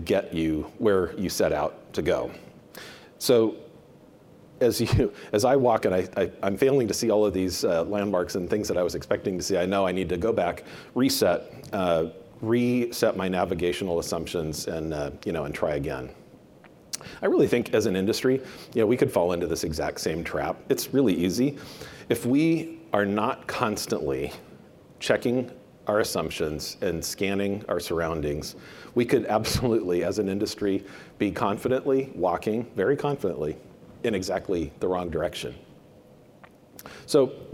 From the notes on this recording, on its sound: a presentation from the Banknote and Currency Conference